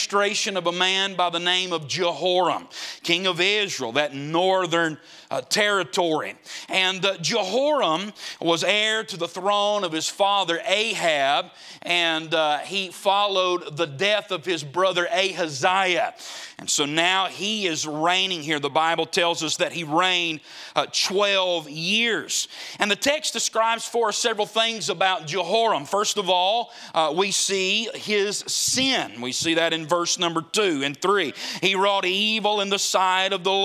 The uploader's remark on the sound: Preached at the Gateway Baptist Church Jubilee in Boiling Springs, SC.